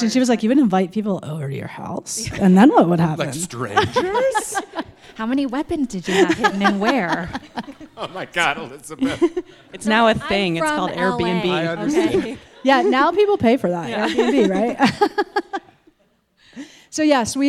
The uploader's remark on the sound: In April, we recorded a live show at the 5Point Adventure Film Festival in Carbondale, Colorado.